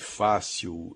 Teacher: a sílaba tônica de fácil é fá